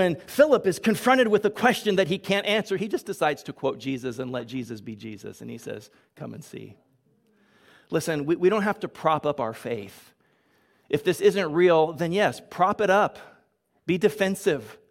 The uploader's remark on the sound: Delivered on 27 February 2022 at Grace Church of La Verne